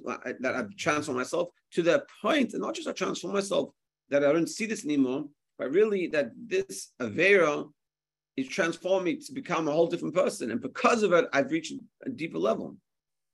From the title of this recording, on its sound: Zoom Shiur